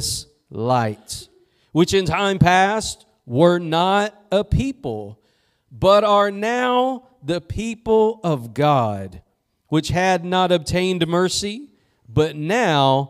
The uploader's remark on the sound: Preached at Gospel Lighthouse in Bossier City, La.